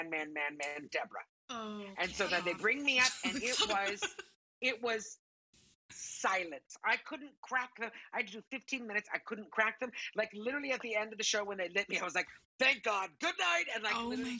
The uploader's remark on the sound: we decided to Zoom call our new bff